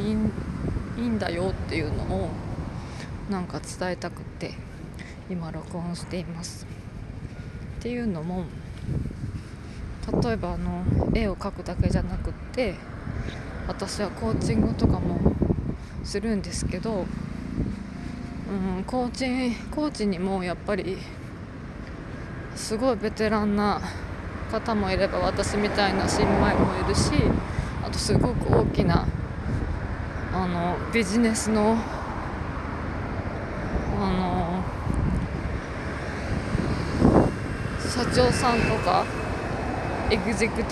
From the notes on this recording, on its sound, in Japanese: 雑音や風の音も入り聞きづらいところもありますが、ごめんなさい。